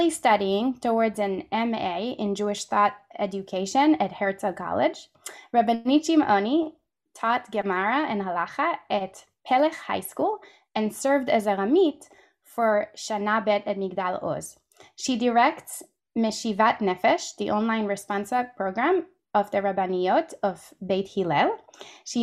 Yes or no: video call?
yes